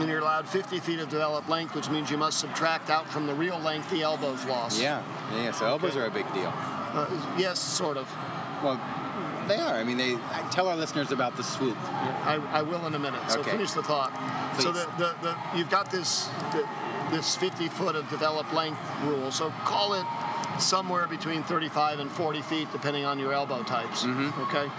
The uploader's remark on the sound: Live from the Texas Society of Architects 2017 Expo and Convention. Our live recorded episodes at the 2017 TxA Expo & Convention.